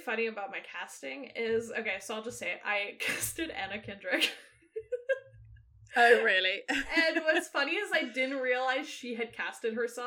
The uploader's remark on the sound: We apologize if there's any sound issues. Lost the files and when they got recovered they might have been a little distorted...